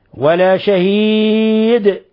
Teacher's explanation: وقوف على الدال يستدعي القلقلة لأنها من الحروف الخمسة المقلقلة